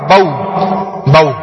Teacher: جیسے با واو زبر بو بو ہونٹ گول ہو جائیں گے، واو کی وجہ سے ہونٹ گول ہو جائیں گے